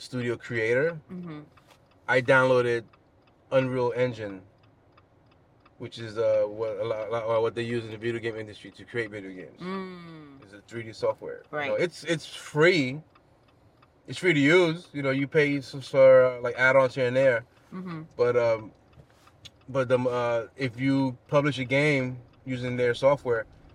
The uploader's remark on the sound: Where we have conversations about random topics while driving our children to school.